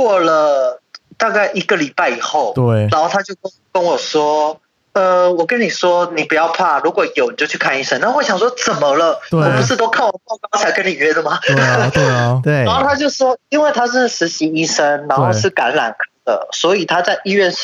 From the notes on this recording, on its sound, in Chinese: 本集跨海連線通話錄音，來賓的音質可能沒辦法像我們這麼美妙(笑)，請大家收聽時多多包涵。